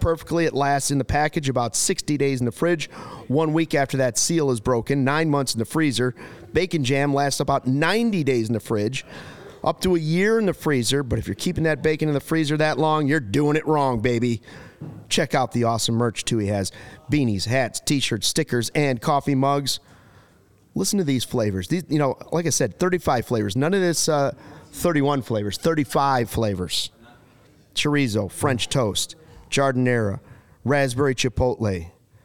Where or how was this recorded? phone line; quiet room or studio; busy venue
busy venue